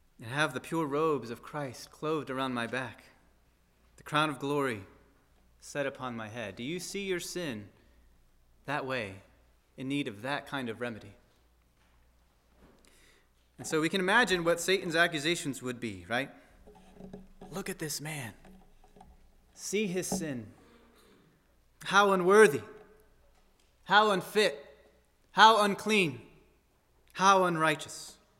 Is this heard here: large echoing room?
yes